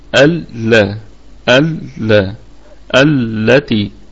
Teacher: طيب التي ألا الهمزة همزة وصل طبعا، تثبت في البدء وتسقط في الوصل، واللام لام شمسية مدغمة، وعلة الإدغام هنا التماثل لأنها مدغمة في مثلها